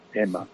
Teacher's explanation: la M és una bilabial, també, de caràcter un poc nasal, nasalitzada